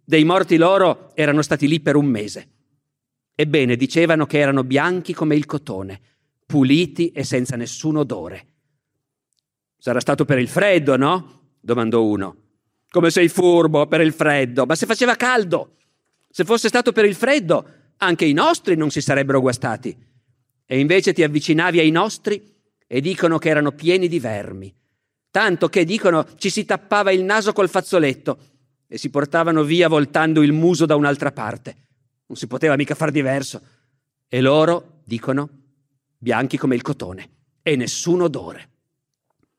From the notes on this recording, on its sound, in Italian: Registrato nel 2019 presso il Teatro Nazionale di Genova.